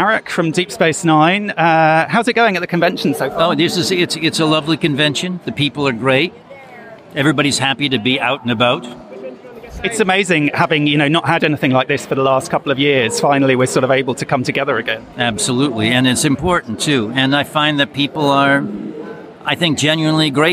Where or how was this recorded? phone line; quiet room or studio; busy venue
busy venue